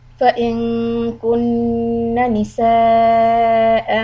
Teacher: hold the noon shad but don't stretch the fatha